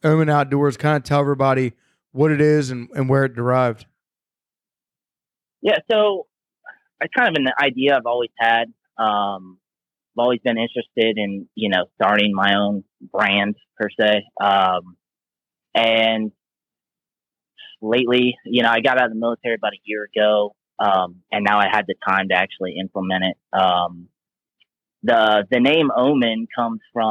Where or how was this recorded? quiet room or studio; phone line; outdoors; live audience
phone line